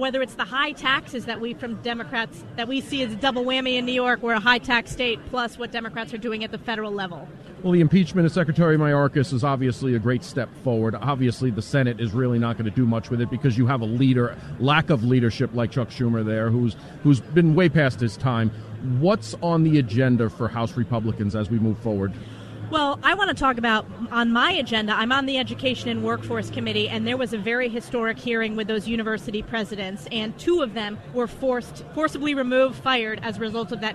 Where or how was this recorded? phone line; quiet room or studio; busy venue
busy venue